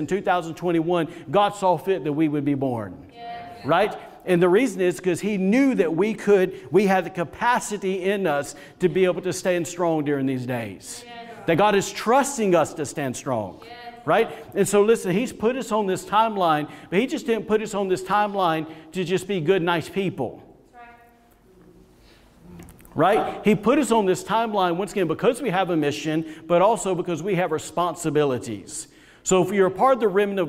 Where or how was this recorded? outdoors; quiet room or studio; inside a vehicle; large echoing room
large echoing room